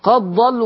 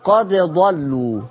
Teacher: لكن عايز نقرأ بحفص نقلقل الدال نظهرها · Shown in: second take